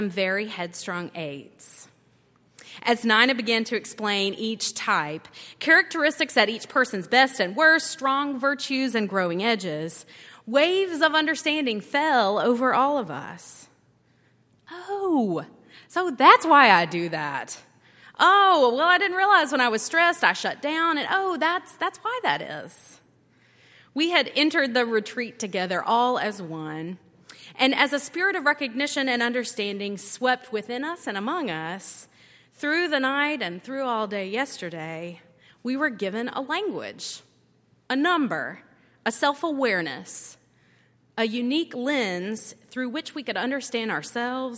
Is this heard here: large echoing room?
yes